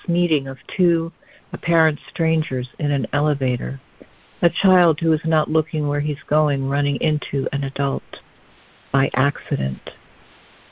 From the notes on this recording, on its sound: ACIM Daily Conference Call